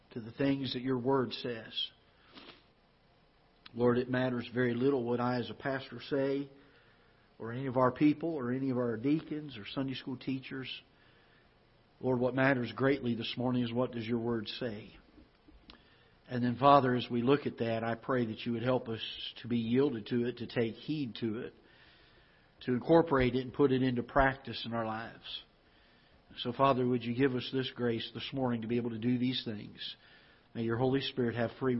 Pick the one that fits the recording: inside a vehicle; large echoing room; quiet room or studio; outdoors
large echoing room